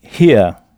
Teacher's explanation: Bien, alors le mot ici se dit here, HERE. Et notez bien là encore le H aspiré anglais